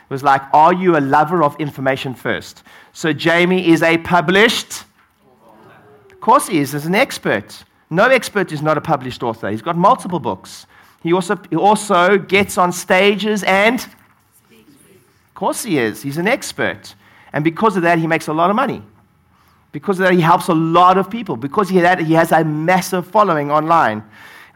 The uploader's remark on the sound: on stage at my latest mastermind